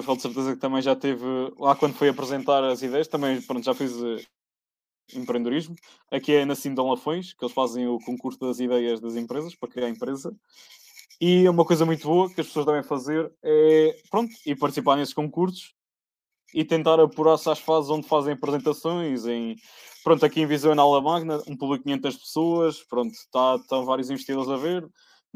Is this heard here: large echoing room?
no